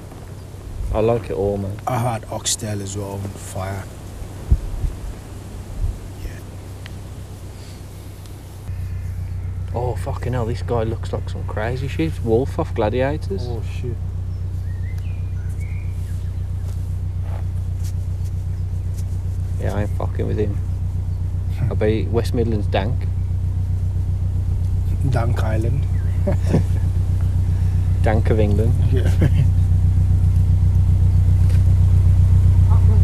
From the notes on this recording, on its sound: Their first non-Skype podcast, brought to you live from the Wilderness including an interaction with at canal pirate.